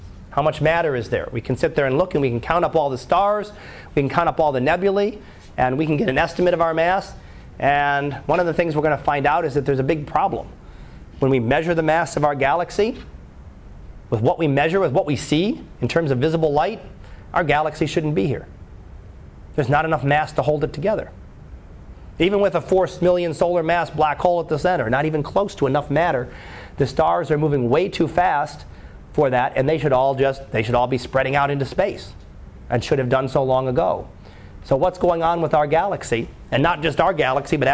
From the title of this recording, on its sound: Live Class Lecture